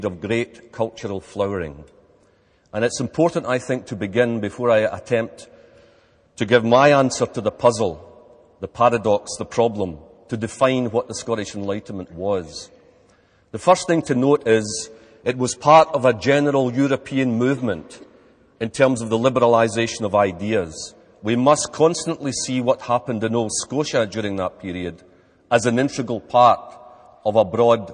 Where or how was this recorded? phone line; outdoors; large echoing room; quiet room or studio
large echoing room